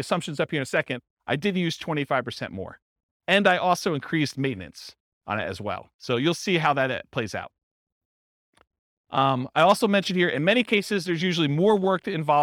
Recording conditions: live audience